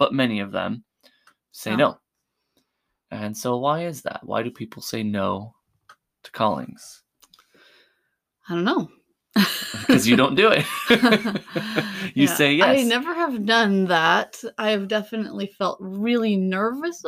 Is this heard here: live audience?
no